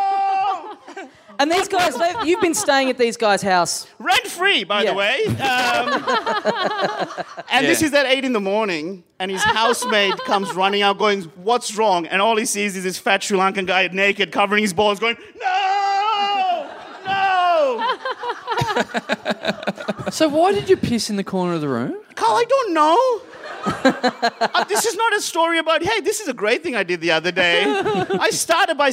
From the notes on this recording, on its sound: Recorded LIVE at The Producer's Bar in Adelaide.